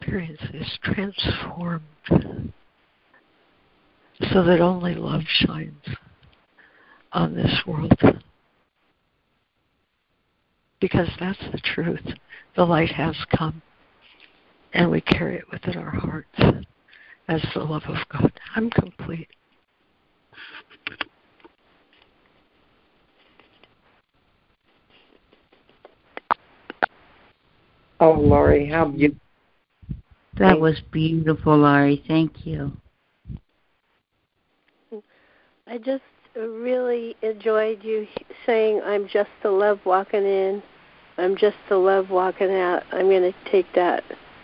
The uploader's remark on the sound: ACIM Daily Conference Call